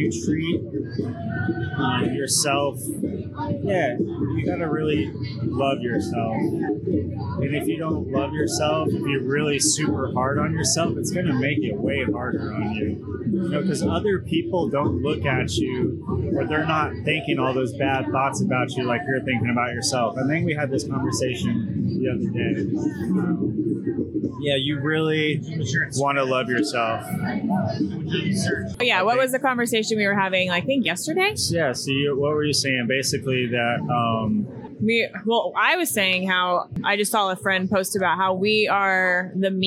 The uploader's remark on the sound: Live Coverage From The Mental Health Summit. Had the privilege of doing live coverage and interviews with attendees and resource partners at the Step Into The Light Mental Health Summit.